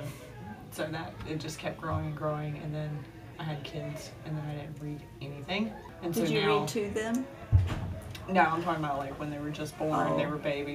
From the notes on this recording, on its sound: In our recording you will hear a few members of our community who were in fellowship, gathering next door in our community center. How fitting that our background noise in our very first episode was the community we hope to serve!